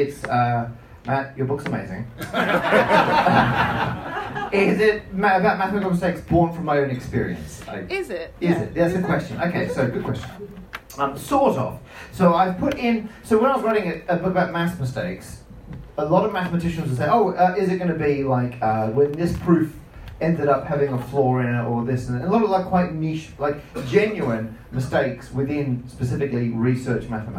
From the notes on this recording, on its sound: Recorded live at The Star Inn with Guildford Fringe. It's a new thrice-yearly hybrid comedy night meets book festival.